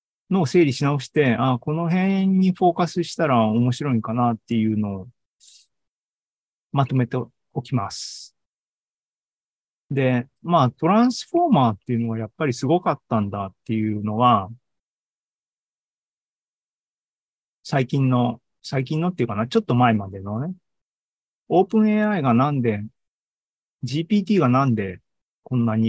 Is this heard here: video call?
yes